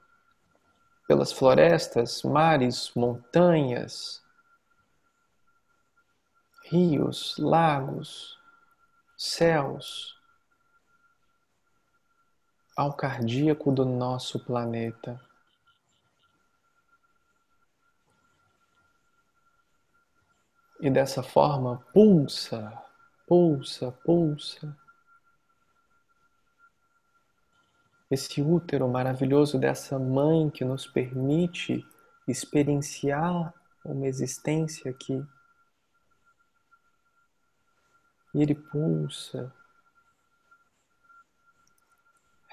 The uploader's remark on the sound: Online via Zoom